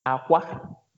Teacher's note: Aqua is egg. And that's low high.